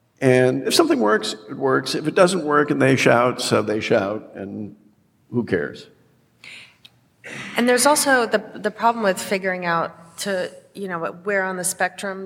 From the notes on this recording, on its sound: Recorded before a live audience at the Sixth and I Historic Synagogue.